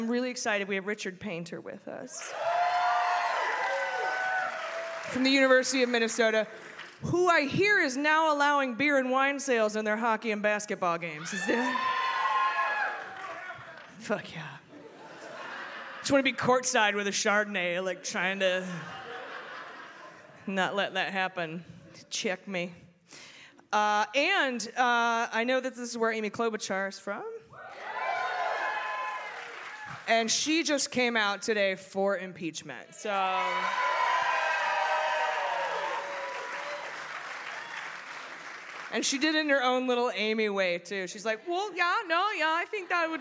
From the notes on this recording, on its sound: Please enjoy this recording of our live show at The Parkway Theater in Minneapolis!